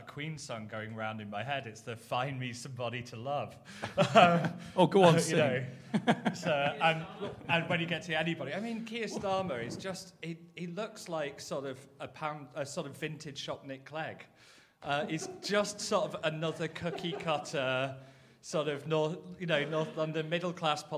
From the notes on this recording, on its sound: In front of a live audience. A special episode recorded at Podcast Live.